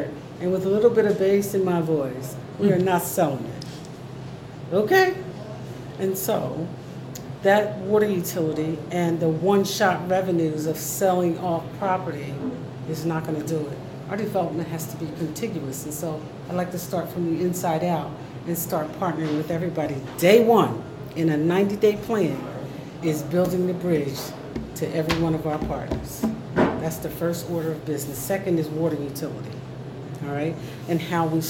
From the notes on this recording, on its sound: Recorded at Starbucks in Trenton NJ.